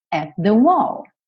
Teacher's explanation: não vou quicar no T duas vezes, eu vou direto